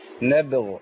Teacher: الغين هنا متوسطة التفخيم